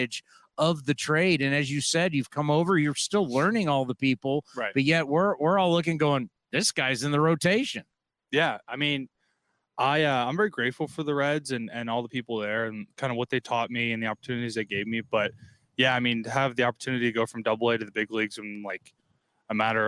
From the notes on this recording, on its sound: Live from A's Spring Training.